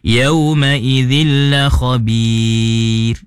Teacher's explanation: Ir, ir tebal. Sepatutnya ra tu nipiskan di dinipiskan.